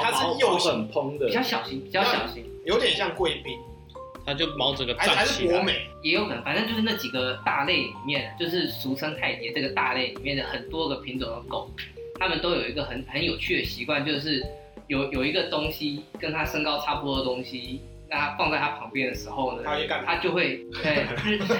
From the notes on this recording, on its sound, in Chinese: 最近有些上傳的驚喜更新大部分是我們早期錄製的!!所以在跟最近錄製的節目會有音質上的落差!!!不接受音質差的朋友可以選擇性跳過。